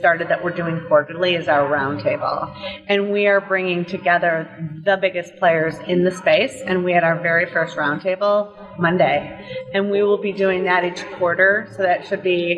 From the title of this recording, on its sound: Live From EsportsNext